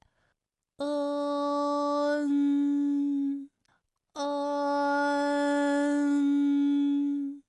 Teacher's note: 我们在发恩的时候呢，起点的元音是央元音哦，舌位是中性，中性指的是什么呢？就是不高不低，不前不后，它在中间，舌尖接触下齿背，舌面隆起部位受韵尾影响略靠前，从央元音哦开始，然后舌面升高，舌面的前部抵住硬腭的前部，当舌腭这两者将要接触的时候，软腭下降，同时打开鼻腔通路，紧接着呢，舌面的前部与硬腭的前部闭合，使口腔中受到阻碍的气流从鼻腔里透出，口型是从开到闭，舌位的移动比较小。好，我把刚才说到的这一段发音给大家演示出来。是不是开始呢是开口的，到嗯的时候呢，最后口型是闭住的，舌位的移动是比较小，它几乎是不动的。当然我们一定要注意到的是，所有的前鼻音最后的归处都是在鼻腔。